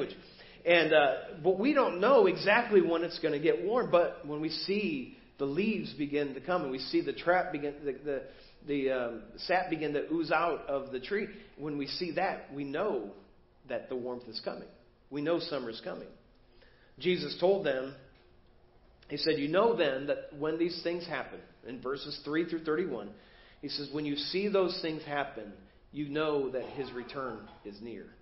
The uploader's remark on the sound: Preached at First Baptist Church of Hazel Park